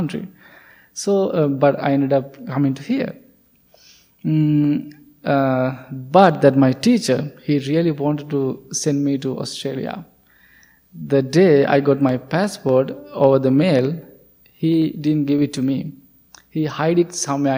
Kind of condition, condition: setting, large echoing room